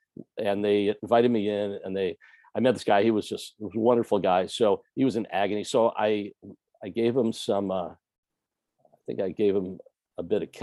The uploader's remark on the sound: recorded in our first ever Virtual Open Mic on 3/16/2022